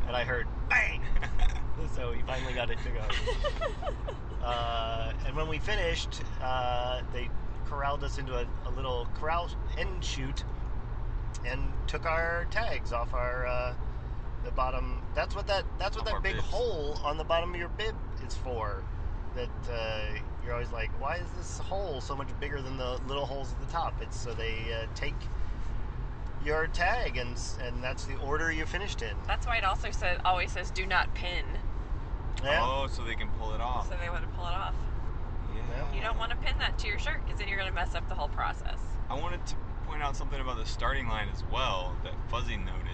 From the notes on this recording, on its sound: It's another "talking in the car on the way back from the race" podcast. We all ran the inaugural Super Sunny 5K in Burbank, IL, a benefit for Garden Center Services.